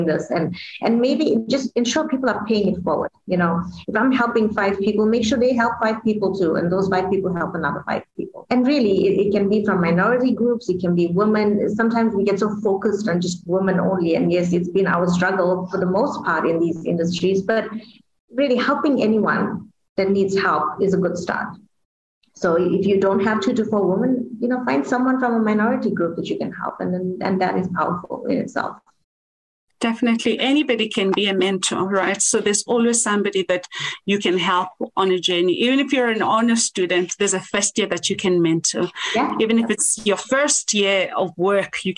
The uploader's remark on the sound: Woman in Mining Webinar Series 1.